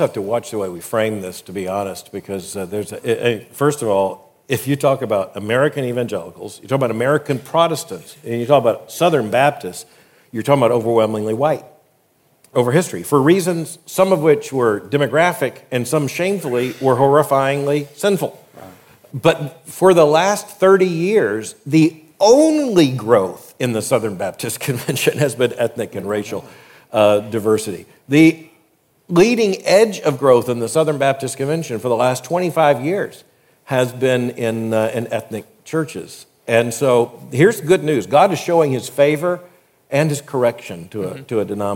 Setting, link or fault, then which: setting, live audience